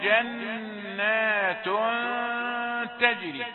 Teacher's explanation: جنات النون هنا نون مشددة، غنة النون المشددة، الغنة القوية